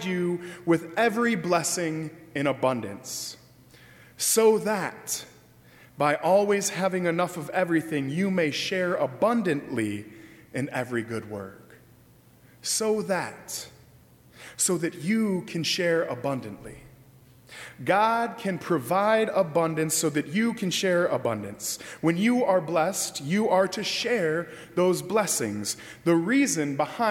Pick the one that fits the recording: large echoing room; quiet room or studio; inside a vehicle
large echoing room